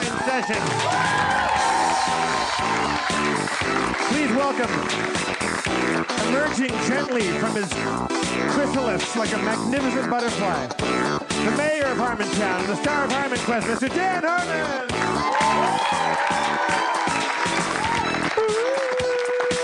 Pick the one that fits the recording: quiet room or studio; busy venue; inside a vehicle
busy venue